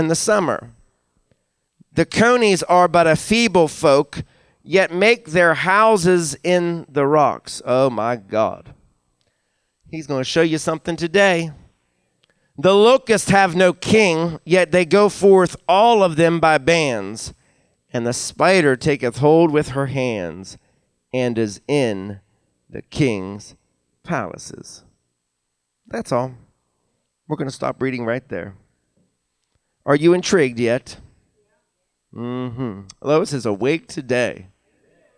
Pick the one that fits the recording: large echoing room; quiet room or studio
large echoing room